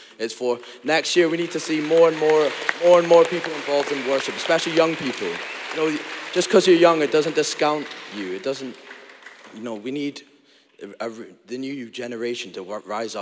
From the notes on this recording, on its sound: Recorded live in Stafford at Dreaming the Impossible 2023.